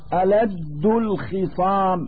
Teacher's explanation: الدال يتصف بالجهر والقلقلة، فهو حرف قوي